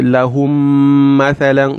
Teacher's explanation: there so when you say lahum you pause on that and you add the gunnah for two counts just two haraka lahum just two haraka you don't let your haraka go beyond